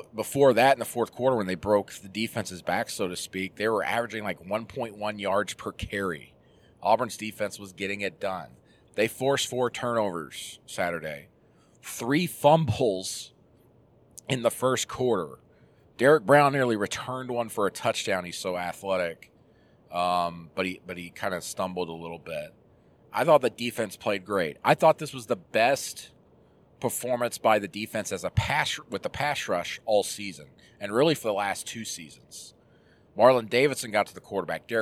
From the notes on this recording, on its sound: Jumps on the horn while driving back to Auburn.